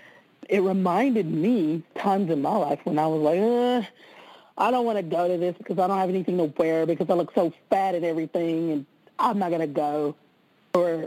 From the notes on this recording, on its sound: conference-call based classes